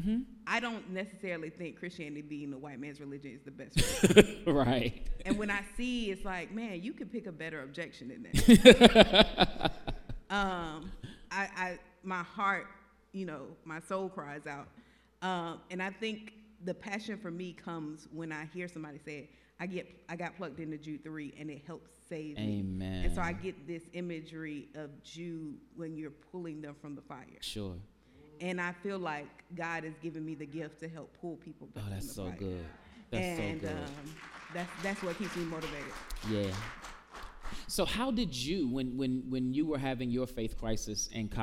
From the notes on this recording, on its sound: In front of a live audience.